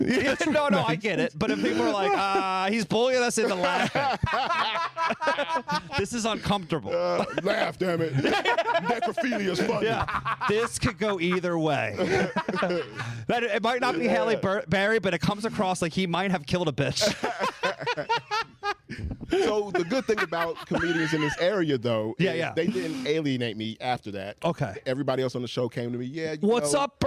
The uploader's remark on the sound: interview comics fresh off the stage from our monthly 7 for 7 comedy show!